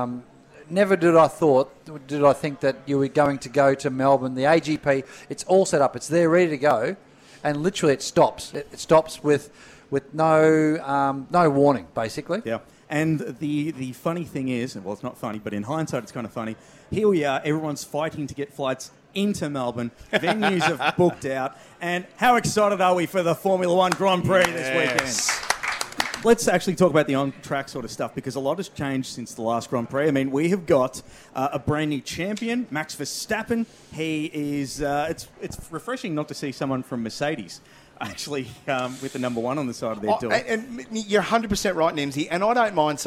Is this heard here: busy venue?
yes